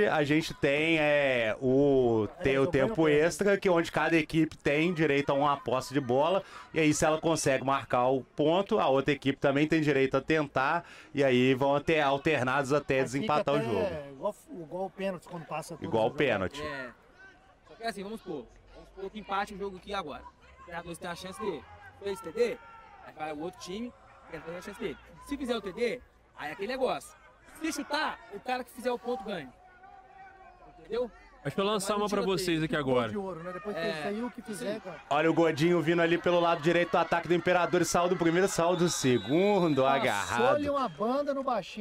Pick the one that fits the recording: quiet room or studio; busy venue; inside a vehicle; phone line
busy venue